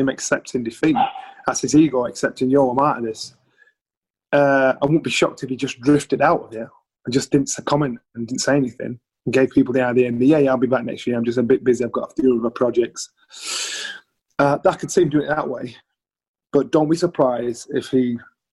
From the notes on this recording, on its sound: via Zoom